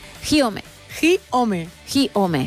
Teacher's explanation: Es necesario hacer énfasis en el gi, hacerlo rápido y seco. Lo más importante es la entonación.